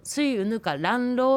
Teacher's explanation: スイウヌカランローというようにくっつけて発音してもいいです